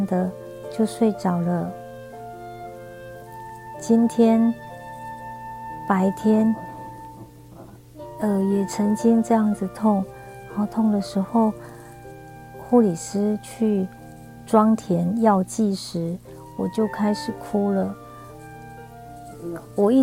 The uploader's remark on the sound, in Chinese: 錄音的時候是白天，所以旁邊有我同行病友們的聲音，還希望大家別見怪